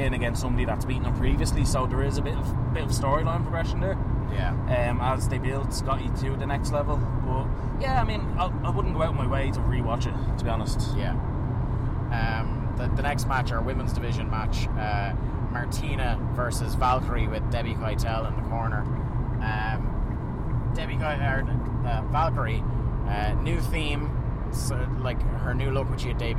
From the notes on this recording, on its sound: Recorded in a car somewhere in deepest darkest Monaghan.